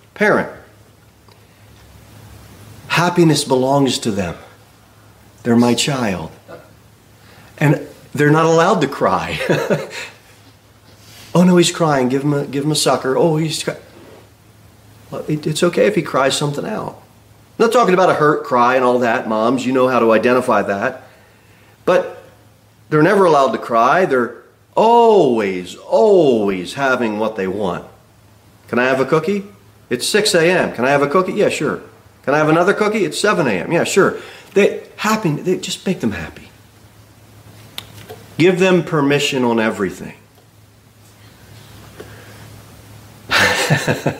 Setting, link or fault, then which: setting, large echoing room